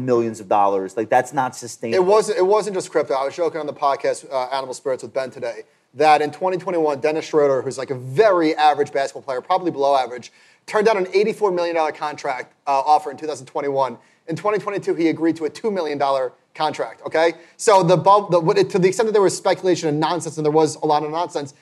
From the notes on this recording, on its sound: This episode was recorded in front of a live audience at MarketWatch's Best New Ideas in Money Festival.